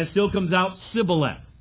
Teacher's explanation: it still comes out Sibboleth because he can't get that SH sound in there